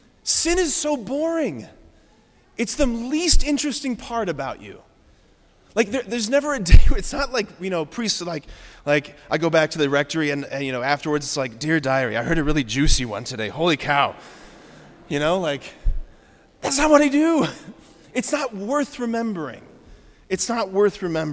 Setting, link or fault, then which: setting, large echoing room